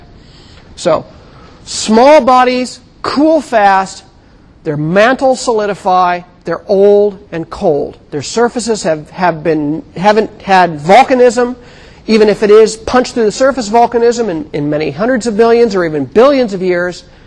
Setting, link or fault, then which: setting, large echoing room